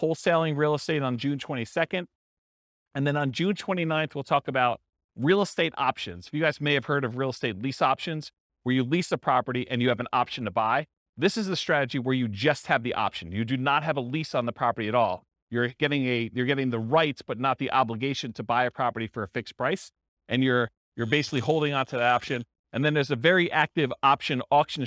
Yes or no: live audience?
yes